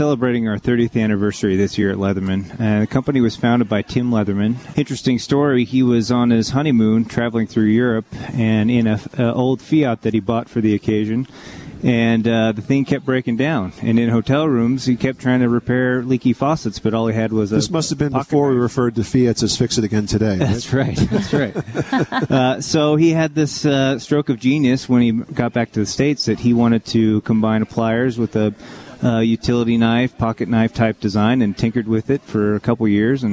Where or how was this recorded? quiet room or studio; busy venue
busy venue